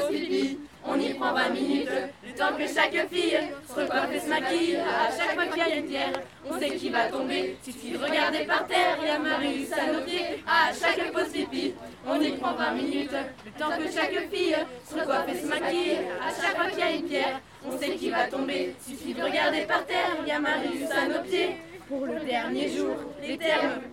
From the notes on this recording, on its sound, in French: L'enregistrement s'est fait lors de la performance en plein air dans les jardins du musée d'Arles.